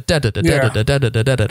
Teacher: it's basically triplets with the accent on the first beat · Term: dactylic meter